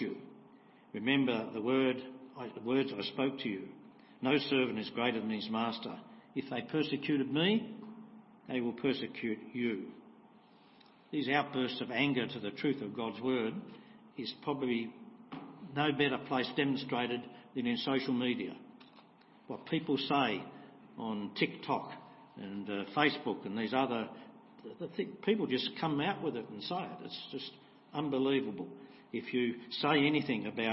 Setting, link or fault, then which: setting, large echoing room